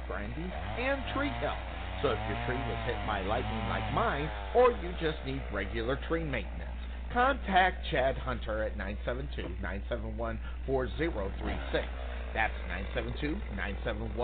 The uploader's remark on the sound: LIVE FROM COTTON BOWL STADIUM!